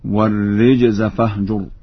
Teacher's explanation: قرأ ورش بكسر الراء هكذا